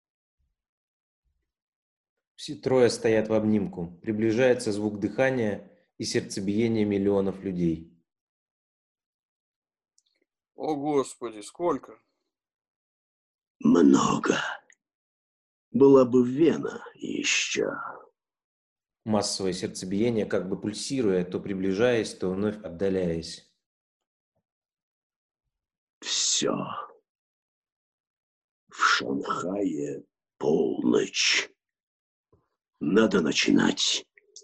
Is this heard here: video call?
yes